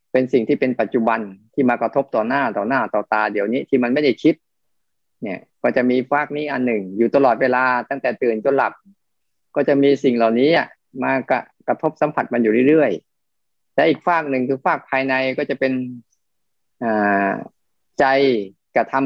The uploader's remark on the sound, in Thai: เป็น 1 ใน 3 คอร์สออนไลน์ (ผ่านโปรแกรม Zoom) ช่วงเข้าพรรษา.